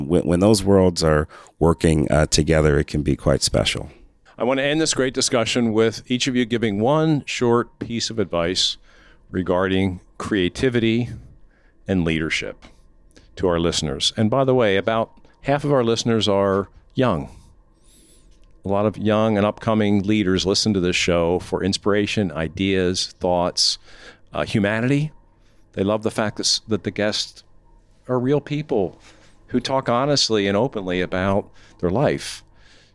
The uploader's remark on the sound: We recorded this animated roundtable while we were all “taking it in” at the Cannes Lions International Festival of Creativity.